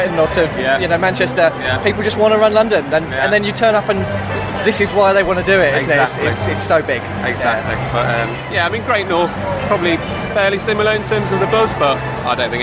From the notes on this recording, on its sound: Virgin Money London Marathon Expo. The Do More Good podcast comes live from the London Marathon expo.